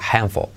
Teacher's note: Letra clave L al final, casi no se pronuncia